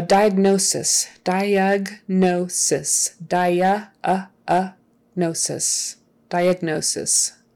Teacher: So that G and then the N, they're quick together, but they're there.